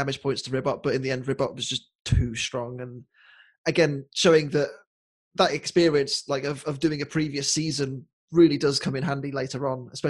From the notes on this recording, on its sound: My internet connection was a little unstable in this recording, so there may be some small gaps in conversation or audio mishaps as a result. I’ve fixed what I can but I’m sure there’ll be some small hiccups.